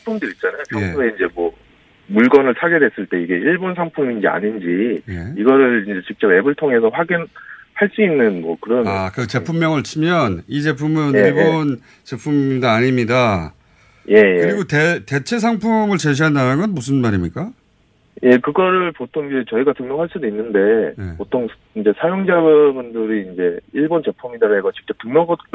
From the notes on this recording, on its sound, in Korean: 전화연결